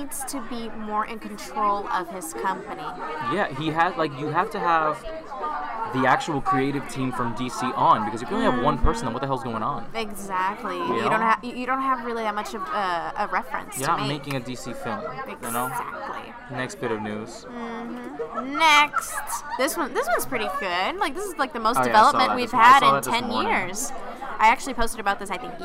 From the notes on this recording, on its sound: During our mini crisis over the background noise.